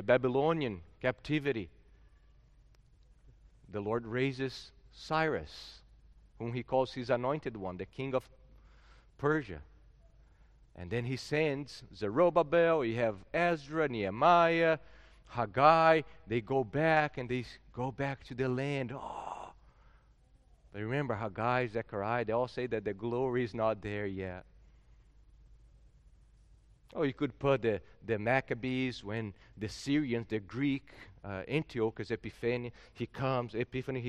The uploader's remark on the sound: at Gracious Cross Reformed Church Salem, October 10th 2021